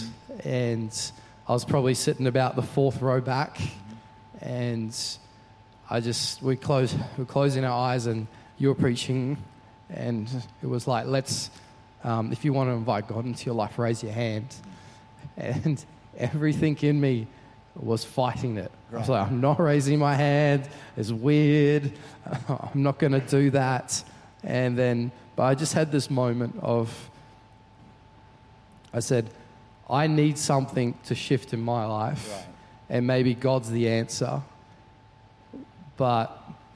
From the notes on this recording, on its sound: Recorded during our 5pm service on Sunday, the 3rd of September 2023.